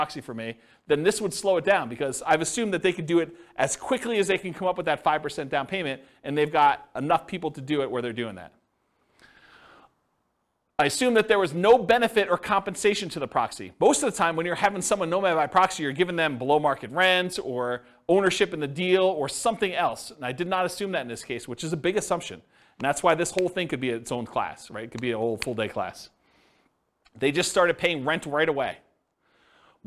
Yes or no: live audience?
yes